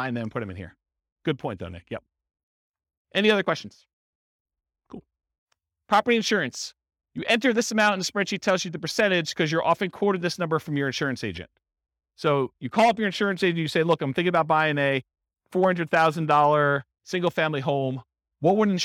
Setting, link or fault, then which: setting, live audience